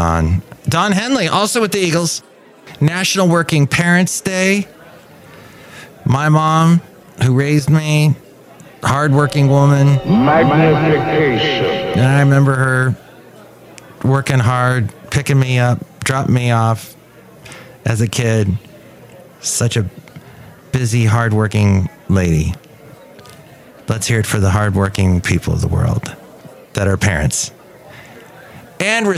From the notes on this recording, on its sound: podcasts live from Café Anyway